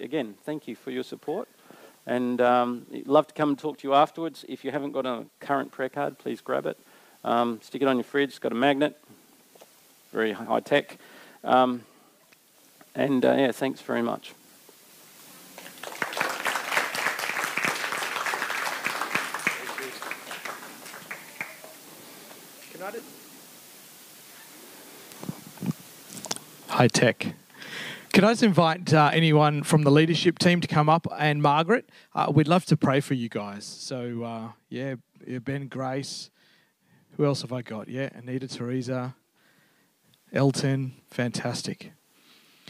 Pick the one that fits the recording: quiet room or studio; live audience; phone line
live audience